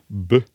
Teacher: Den dansk B er da verken stemt eller har luft.